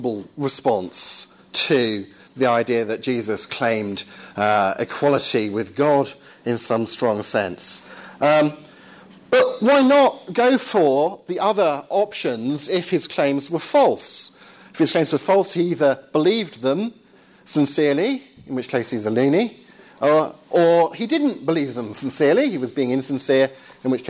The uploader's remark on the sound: Lecture at Surrey University.